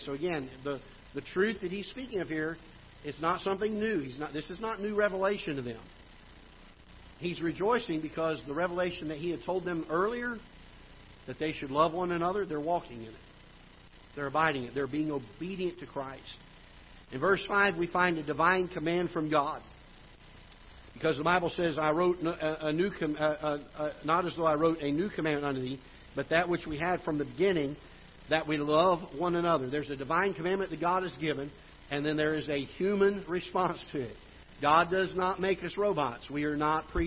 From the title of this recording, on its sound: Ketha Heights Baptist Church ~ Live Broadcast